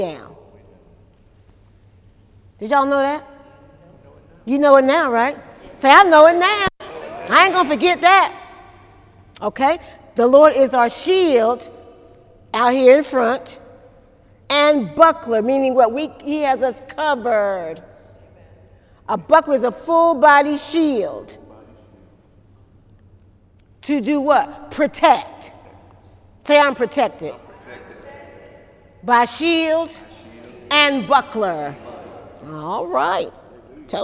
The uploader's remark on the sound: During Wednesday night service